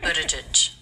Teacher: The T is a flap T, which is normal for a T between vowels in American English. It sounds like the D.